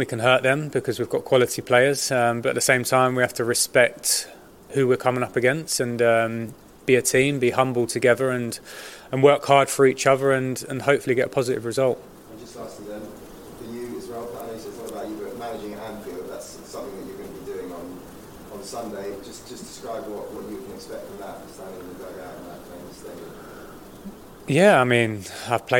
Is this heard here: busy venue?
yes